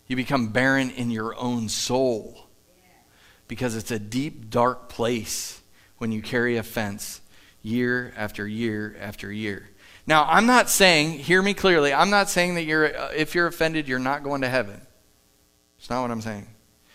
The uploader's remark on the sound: Live from The Summit Church in Dover, OH